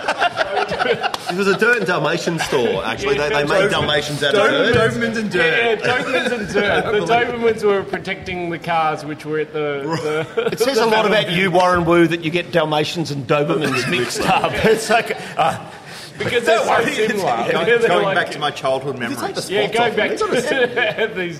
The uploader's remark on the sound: Live 150th Episode at Bonehead! Venture down to Kensington's Bonehead brewery with a real live audience. Share their Oktoberfest beers with the crowd.